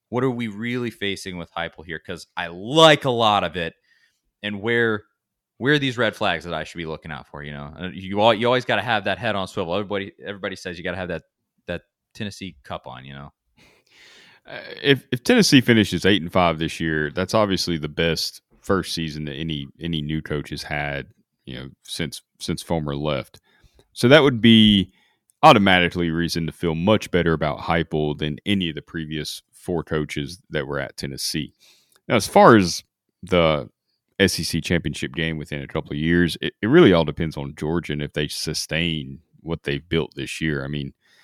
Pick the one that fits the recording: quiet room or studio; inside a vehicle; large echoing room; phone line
quiet room or studio